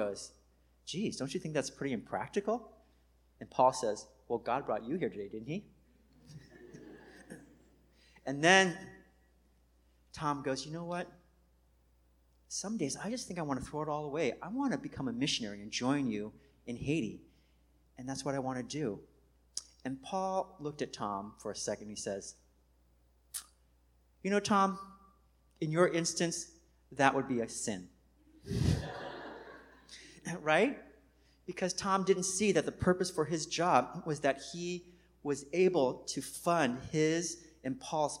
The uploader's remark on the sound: Recorded on 2016-09-04 at the 11:30am Service.